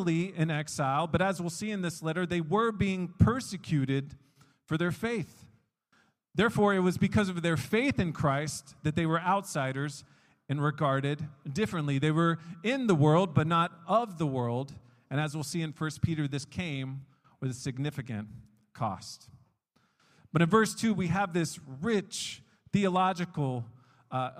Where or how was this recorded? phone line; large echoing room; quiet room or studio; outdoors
large echoing room